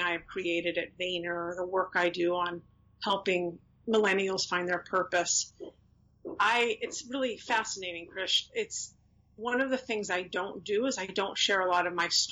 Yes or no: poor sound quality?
yes